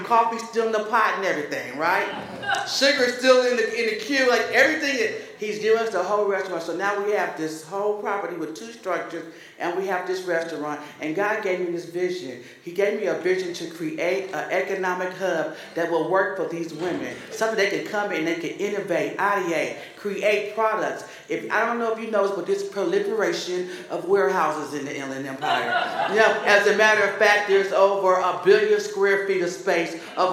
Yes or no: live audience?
yes